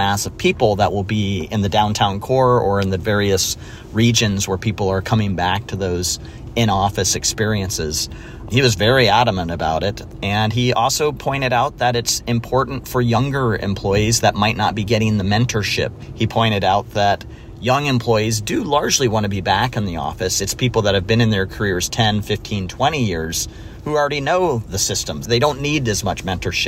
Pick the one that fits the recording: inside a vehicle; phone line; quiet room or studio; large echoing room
inside a vehicle